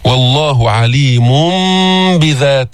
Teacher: إقلاب التنوين اللي هو نون ساكنة ميما عند الباء، الباء والميم من نفس المخرج، فأسهل أنك تقلب بدل ما تقول عليم بذات، الأسهل تقول عليم بذات الصدور.